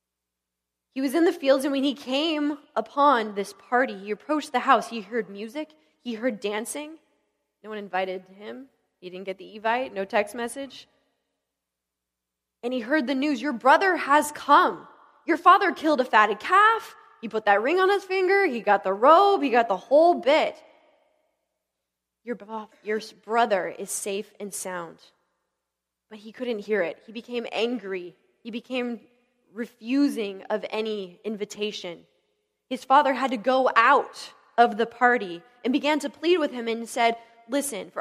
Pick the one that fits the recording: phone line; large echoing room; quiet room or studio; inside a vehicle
large echoing room